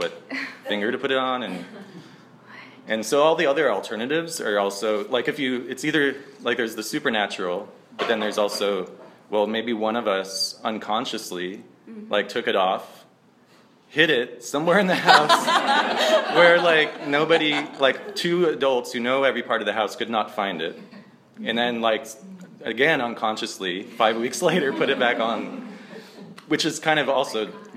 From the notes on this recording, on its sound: This episode of IRL was recorded live at the Poetic Research Bureau in Chinatown, Los Angeles.